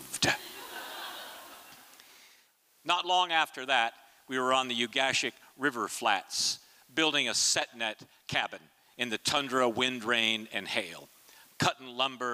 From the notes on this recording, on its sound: performance was recorded at the Liberty Theatre on Friday, February 24th, 2023.